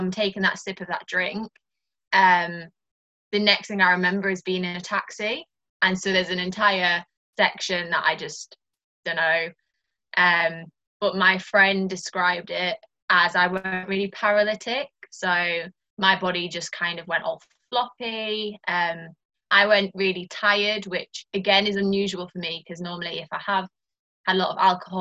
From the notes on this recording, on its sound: over Zoom as she tells me her story